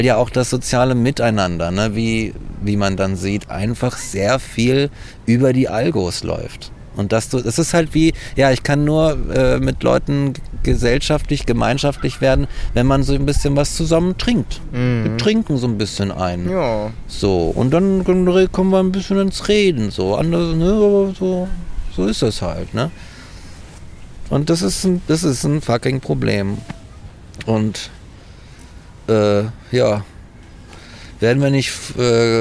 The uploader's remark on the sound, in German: Diese Freilandfolge wurde zudem unter besten Zuchtbedingungen mitten im Volkspark Rehberge aufgezeichnet.